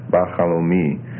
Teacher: If you add b to chalomi, my dream, you get ba chalomi, and you get a full pathak on that first syllable there instead of a schwa